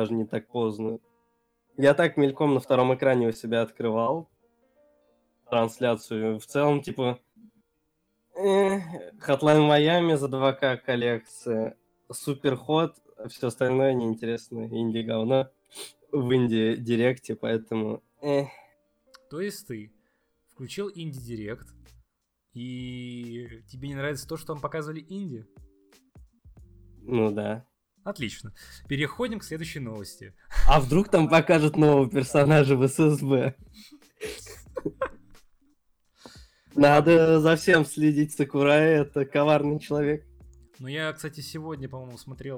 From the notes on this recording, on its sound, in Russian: Заранее извиняемся за звук. Забыл про колонки.